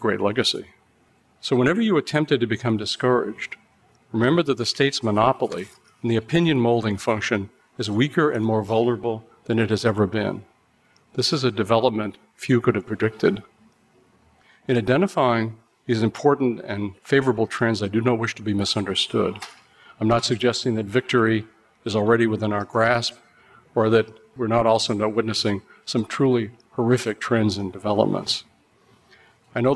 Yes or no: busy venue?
yes